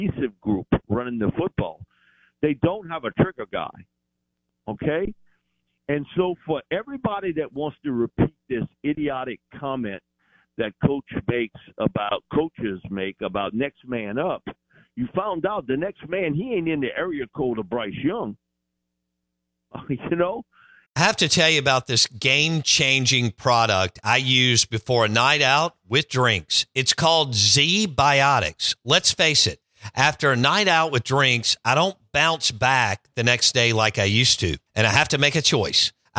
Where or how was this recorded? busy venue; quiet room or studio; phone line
phone line